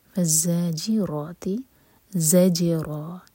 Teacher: جیم پر قلقلہ اور را دوہرے کا لمبا اور را ہیوی